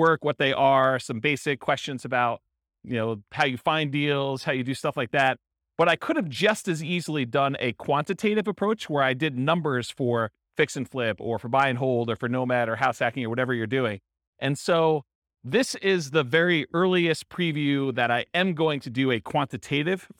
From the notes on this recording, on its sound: This was a live class recorded. In Orange, California.